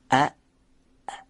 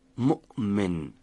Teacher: باید صداشو قطع کنید و بعد هوای پشت تارهای صوتی رو یک دفعه رها کنید · Term: صدای حرف حمزه